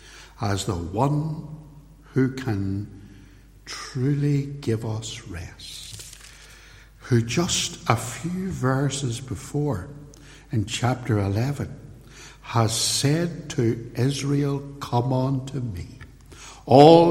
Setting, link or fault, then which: setting, large echoing room